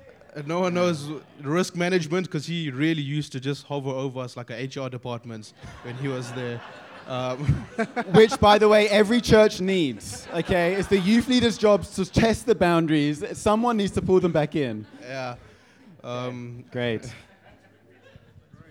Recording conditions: live audience